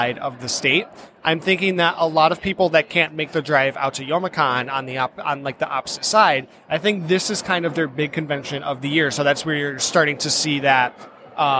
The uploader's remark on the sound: Live at Grand Rapids Comic Con